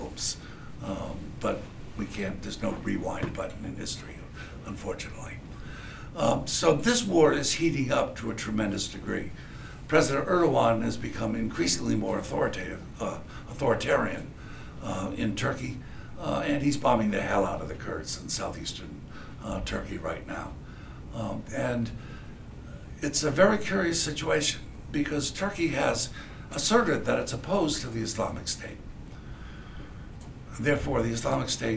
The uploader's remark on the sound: This lecture was recorded on March 22, 2016 in Machmer at UMass Amherst.